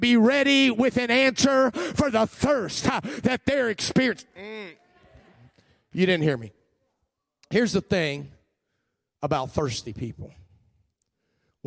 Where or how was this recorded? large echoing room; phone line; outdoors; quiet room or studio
large echoing room